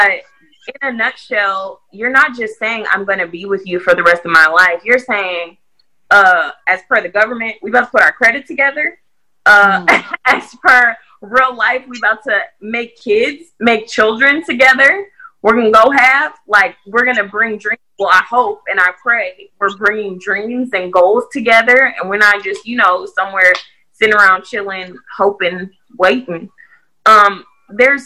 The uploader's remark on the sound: We do apologize for the audio quality of this episode as we experienced major technical difficulties while recording.